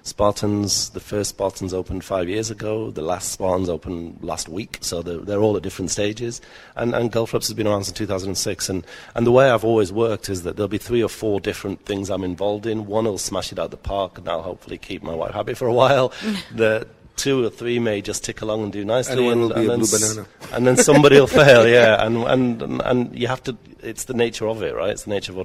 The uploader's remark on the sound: Live at Etisalat Hub. Live from the Etisalat Hello Business Hub.